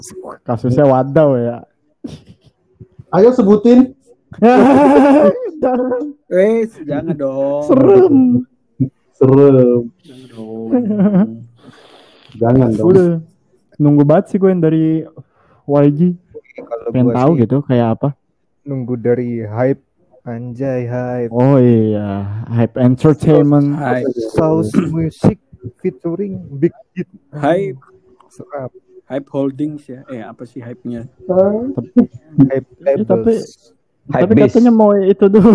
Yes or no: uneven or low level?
yes